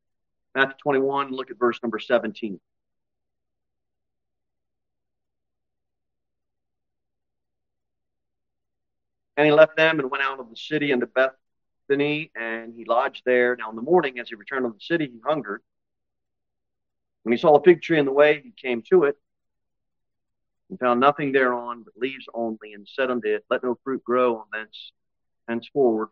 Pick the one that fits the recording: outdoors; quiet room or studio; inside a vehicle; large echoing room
large echoing room